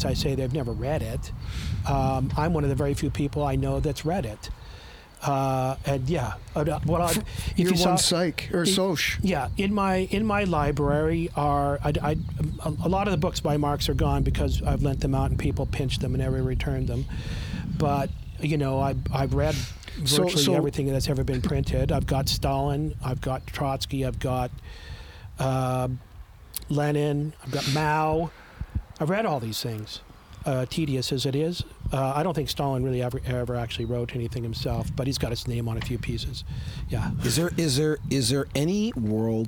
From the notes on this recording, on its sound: Our apologies for the wind noise!